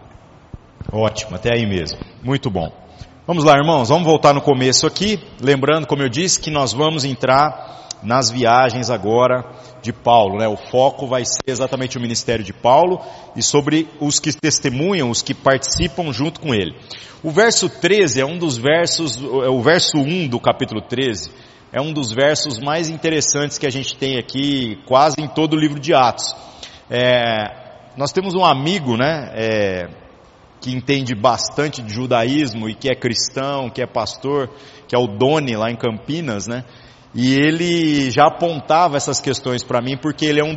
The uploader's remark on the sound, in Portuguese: Culto semanal de exposição Bíblica. Gravado em 10/07/2019 na Igreja Sal da Terra - Manifesto, em Uberlândia-MG.